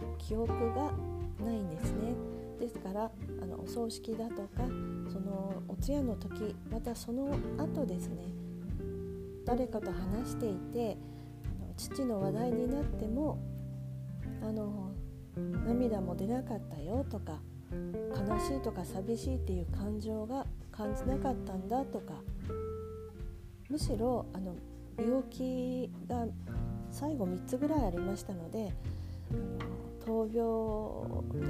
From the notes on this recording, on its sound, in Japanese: iPhoneイヤホンマイクでの収録